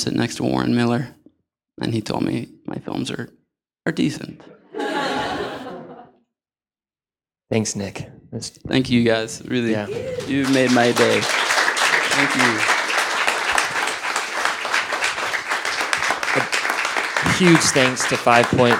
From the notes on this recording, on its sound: Live From 5Point. Our long held dream of creating a live performance of The Dirtbag Diaries came true this spring at the 5Point Film Festival.